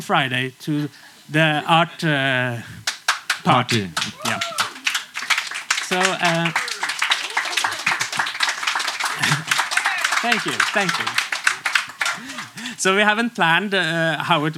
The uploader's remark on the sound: RADIO SÅNA. Coversations from the tent.